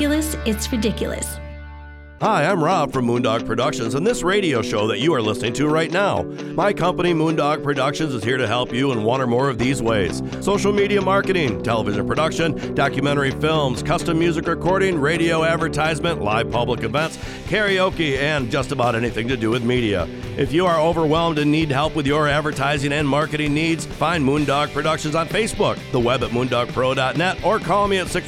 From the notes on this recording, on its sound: joins the show by phone